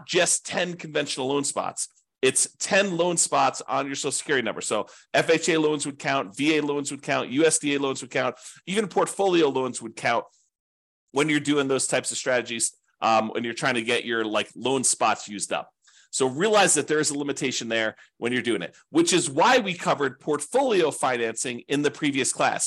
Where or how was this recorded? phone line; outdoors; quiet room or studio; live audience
quiet room or studio